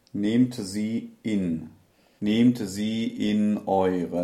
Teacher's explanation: we need an elegant glottal stop in that. So that it doesn't disturb the line, but also that it's there.